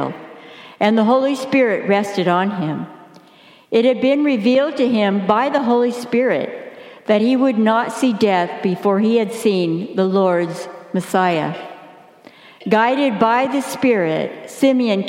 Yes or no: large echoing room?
yes